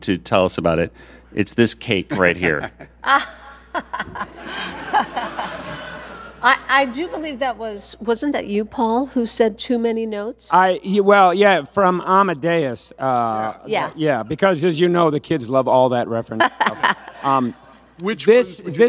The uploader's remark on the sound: Freakazoid Panel from WonderCon 2023! Panel audio from WonderCon 2023.